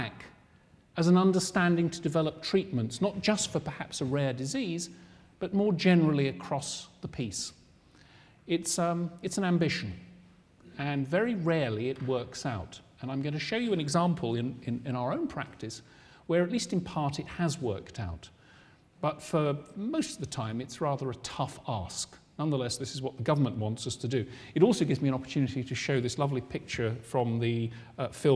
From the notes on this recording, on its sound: Recorded on 5 November 2009 in the Anatomy Lecture Theatre at the University of Edinburgh. The second in a series of public lectures.